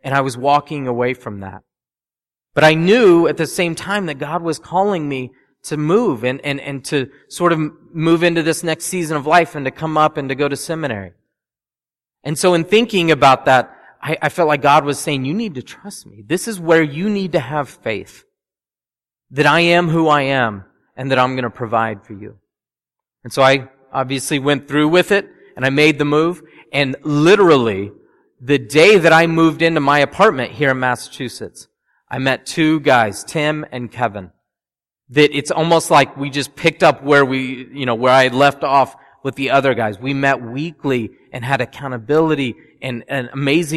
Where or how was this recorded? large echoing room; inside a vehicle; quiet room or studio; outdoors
large echoing room